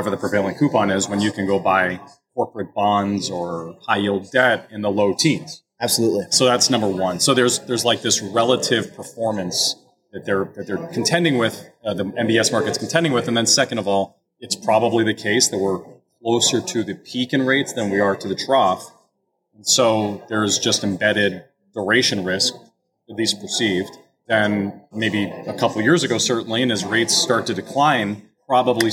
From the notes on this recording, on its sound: Live interview at HousingWire Annual in Austin, TX. In this live interview at HousingWire Annual in Austin, TX.